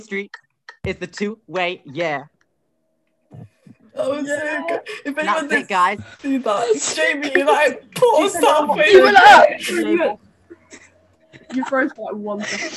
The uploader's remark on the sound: ignore the quality of the audio, we are still new still this and don't have the best mics